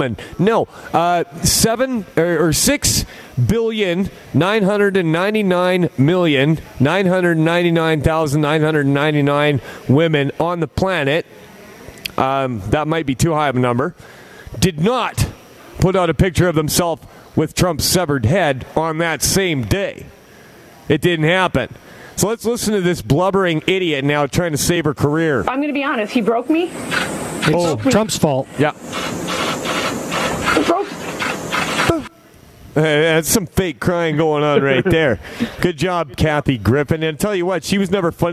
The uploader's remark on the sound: Live from Edmonton - The Million Deplorables March!